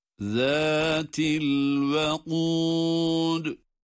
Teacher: Zal harfi peltek ve ince.